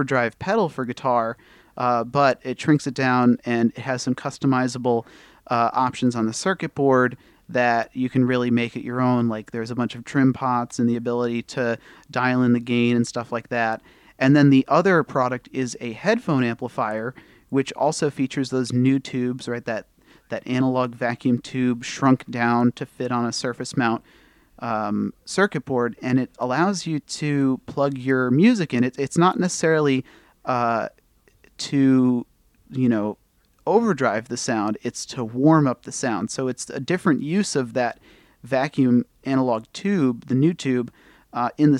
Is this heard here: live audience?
no